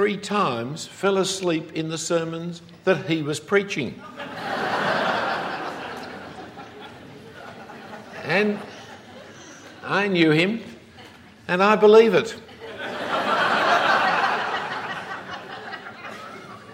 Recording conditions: live audience